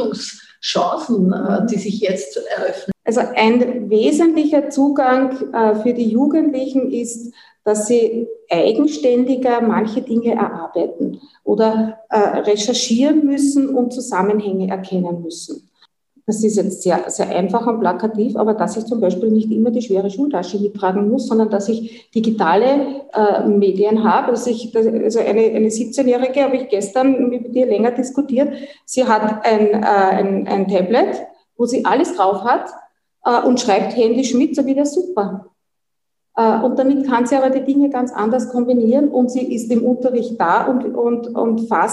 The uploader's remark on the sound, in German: bei der kbw-online-Tagung "Hoffnung, Wandel und Wunder in Krisenzeiten"